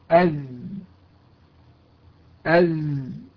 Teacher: هنا نجد أن الحبلان الصوتيان يقتربان اقترابا شديدا من بعضهما، فيمر الهواء من بينهما محدثا ذبذبة، ثم يمر الصوت بالممر الصوتي ويتجه إلى الفم حتى يصل إلى المخرج. فصوت الزاي صوت رخو مجهور · Term: حرف الزاي